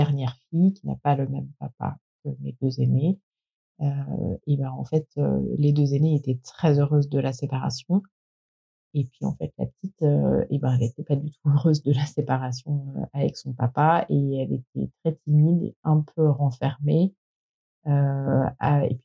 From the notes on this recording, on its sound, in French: La qualité du son est aléatoire, désolée, pour les aléas du direct.